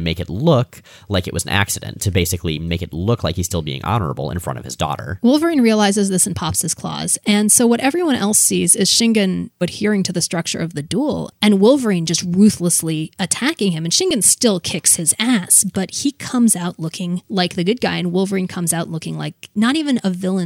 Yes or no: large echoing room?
no